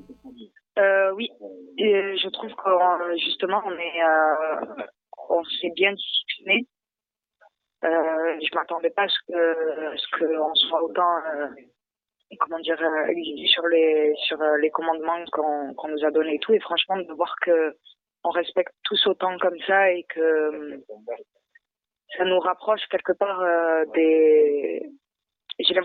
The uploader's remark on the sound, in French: Au téléphone